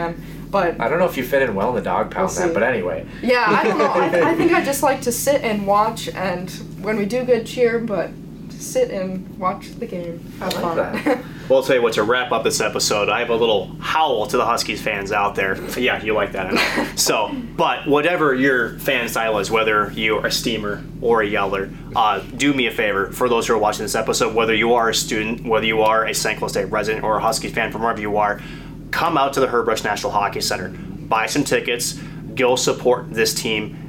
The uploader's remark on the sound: Episode 69 of the CenterIceView News and Notes segment features a special edition of the NCHC Preview live at the Herb Brooks National Hockey Center.